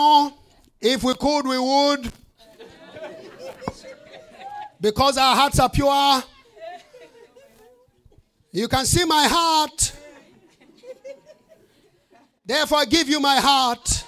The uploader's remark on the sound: preached during the Flourishing Life Conference 2023